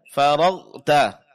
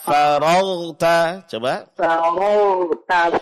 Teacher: Karena, ya, suara jangan tertahan ya, karena huruf ghain dari di antara sifat hurufnya adalah rakhawah, yaitu pengucapannya suara terlepas tidak tertahan. · Shown in: second take